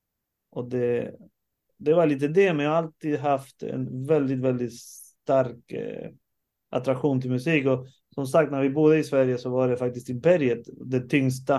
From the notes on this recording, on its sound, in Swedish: samtalar på Zoom